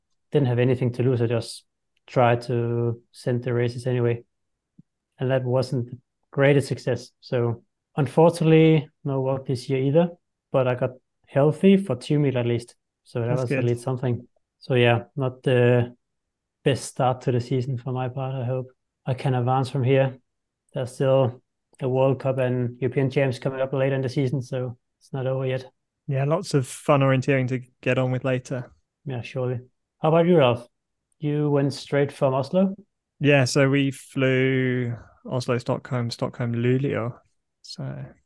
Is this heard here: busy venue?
no